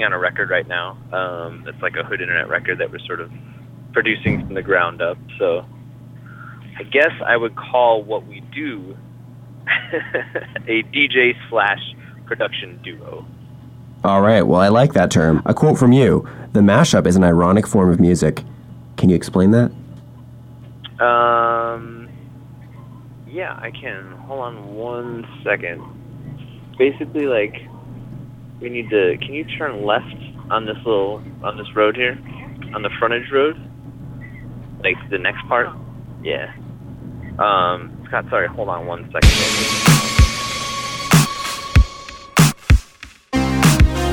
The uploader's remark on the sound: Thankfully he was a little more composed when we talked on the phone.